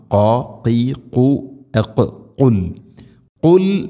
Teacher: ഖാഫ് എന്ന അക്ഷരത്തിൻ്റെ ഉച്ചാരണം തൊണ്ടയുടെ മുകൾ ഭാഗവും കഴിഞ്ഞ് ചെറുനാക്കിൻ്റെ ആ ഒരു ഭാഗം പ്രത്യേകം ശ്രദ്ധിക്കണം